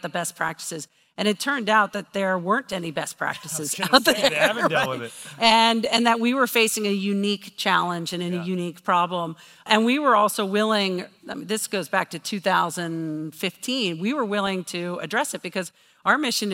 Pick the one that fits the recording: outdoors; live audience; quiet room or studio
live audience